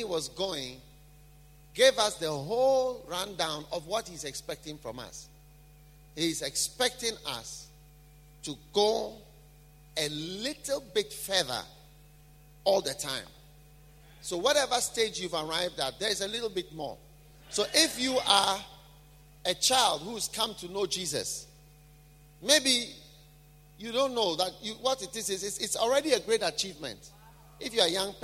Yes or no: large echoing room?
yes